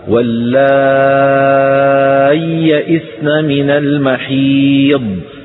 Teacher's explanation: والإدغام يكون بعدم هذه السكتة هكذا، واللائي يئسن من المحيض، فندغم الياء الأولى في الياء الثانية